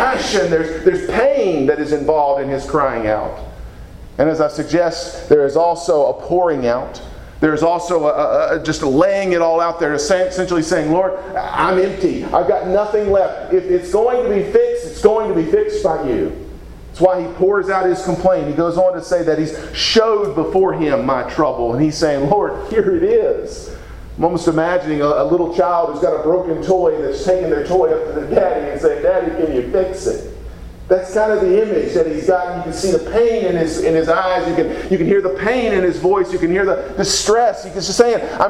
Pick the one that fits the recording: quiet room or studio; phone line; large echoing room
large echoing room